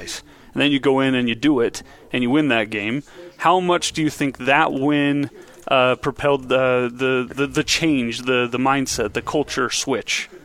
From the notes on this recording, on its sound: live from BYU Media Day